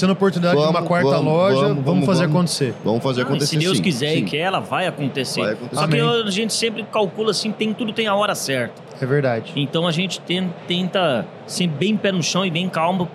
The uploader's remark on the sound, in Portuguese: Este é o último episódio gravado durante a Automec 2023 que vai ao ar.